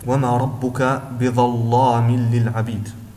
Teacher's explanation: لكن في كلمة بظلام هنا يأتي اللام مفخما لوجود حرف الضاء، وهو حرف مستعل قبله، جاء حرف الضاء مفتوحا وجاء حرف اللام أيضا مفتوحا، قد اجتمعت أسباب التفخيم، وبالتالي يفخم اللام في هذه الكلمة وتنطق وما ربك بظلام للعبيد.